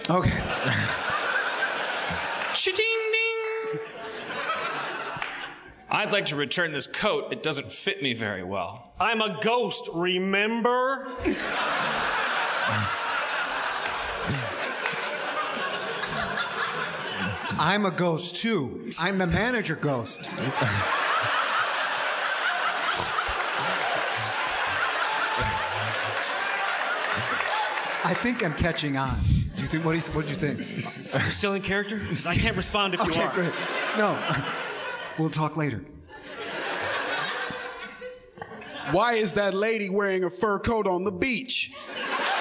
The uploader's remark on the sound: LIVE from the Chicago Improv Festival 2017. Joins the Chicago Improv Festival.